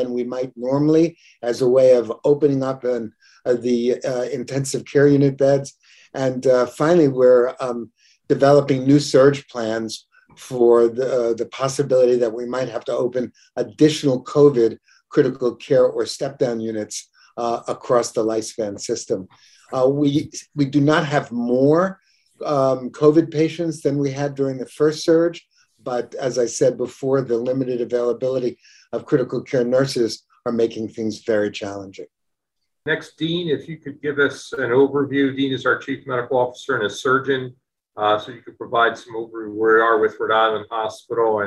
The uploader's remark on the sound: From a virtual press conference held on December 9, 2021.